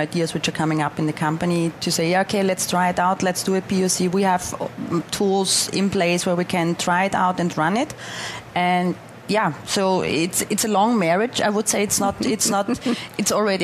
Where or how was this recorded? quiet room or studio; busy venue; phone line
busy venue